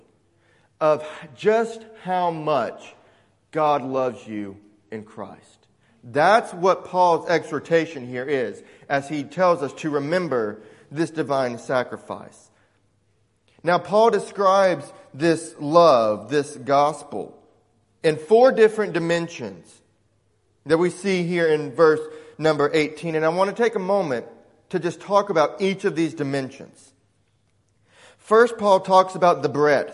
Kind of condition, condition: setting, large echoing room